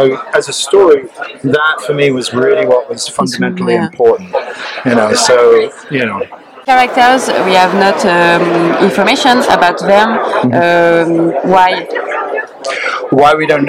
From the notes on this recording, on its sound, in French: Festival International de la BD d’Angoulême 2023. Une nouvelle interview sur le stand de 404 comics.